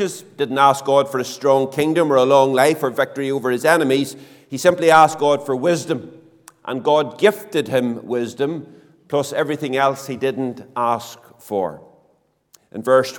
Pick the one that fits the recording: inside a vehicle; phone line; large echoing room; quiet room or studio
large echoing room